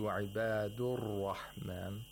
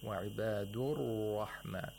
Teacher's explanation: We should hear the tapping sound followed by the dragging of the tongue backwards against the roof of the mouth. · Shown in: second take · And that is why they say the ra has the characteristic of inhiraf.